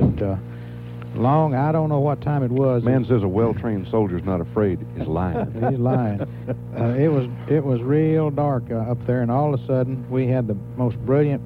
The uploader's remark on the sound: Austin Radio station KVET interviewed. In a call-in show about their experiences.